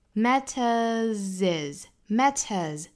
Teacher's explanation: going it doesn't matter where they'regoing，后面 what matters what 尾部它又省掉 matters ismatters，尾部呢这个 s 要发 z 的发音清清浊浊啊